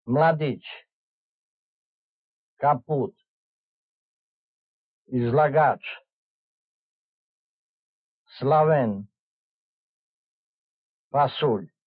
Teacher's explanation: Short rising stress before a long vowel